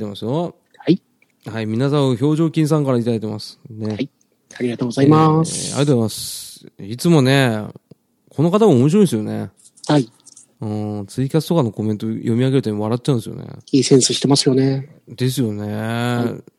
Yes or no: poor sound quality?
no